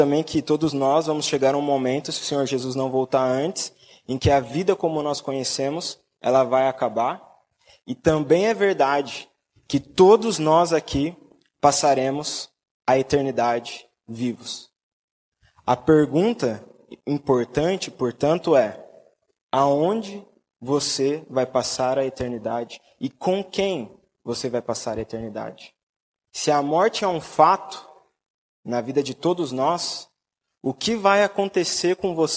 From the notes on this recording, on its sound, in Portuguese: Mensagem gravada na Igreja Batista Jardim Minesota